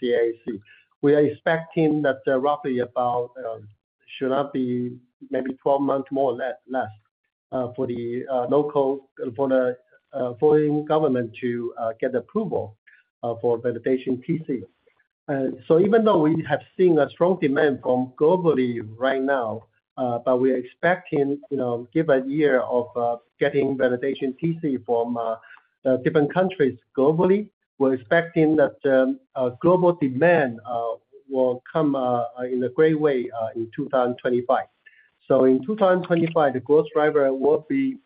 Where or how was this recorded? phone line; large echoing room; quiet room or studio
phone line